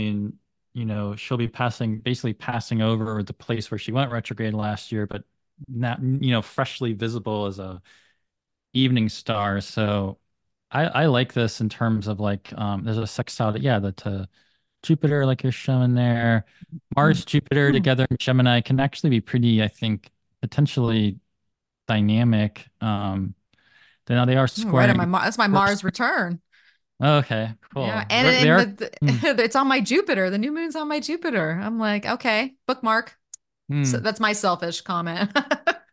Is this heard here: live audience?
no